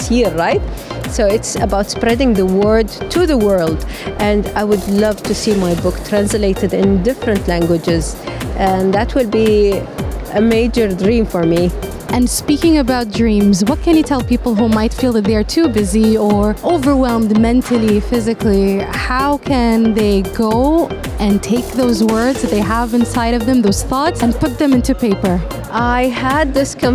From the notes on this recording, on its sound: Live from SIBF 2022.